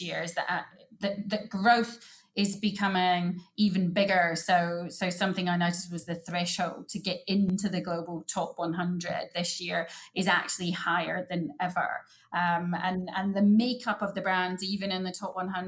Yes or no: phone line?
no